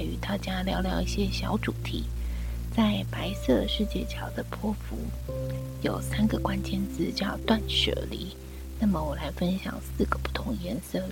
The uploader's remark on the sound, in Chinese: 是不是感覺背景聲有點吵呢？人目前還在醫院陪母親住院，沒有工作室的錄音配備，沒有安靜的環境。這一集錄音狀況不好。